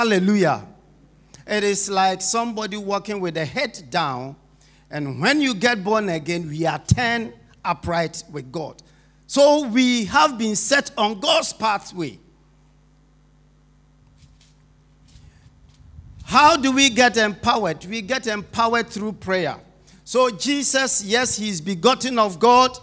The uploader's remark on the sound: Sermon preached at Shiashie Campus